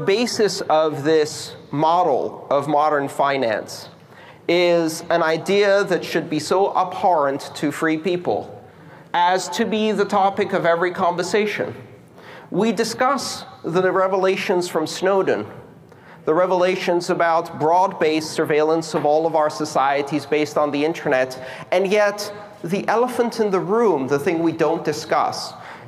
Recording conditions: live audience